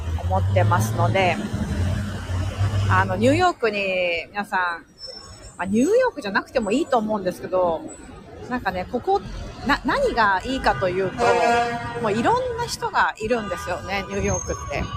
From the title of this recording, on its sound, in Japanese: NYマンハッタンを歩きながら